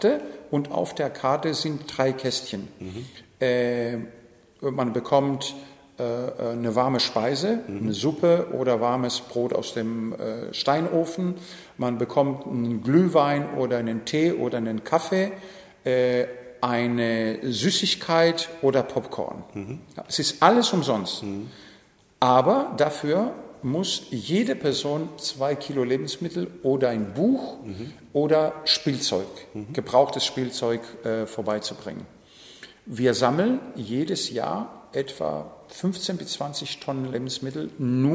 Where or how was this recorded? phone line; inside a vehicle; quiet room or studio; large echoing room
large echoing room